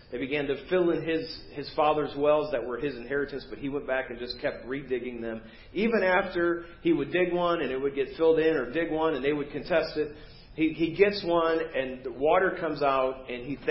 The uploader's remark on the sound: Preached at First Baptist Church of Hazel Park